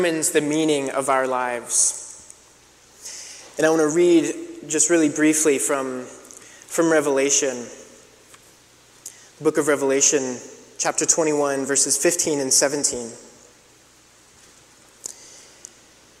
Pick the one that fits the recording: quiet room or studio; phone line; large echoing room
large echoing room